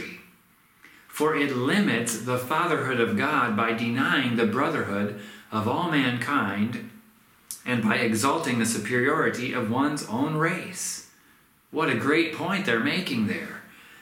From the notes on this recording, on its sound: This sermon was recorded at Middle East University.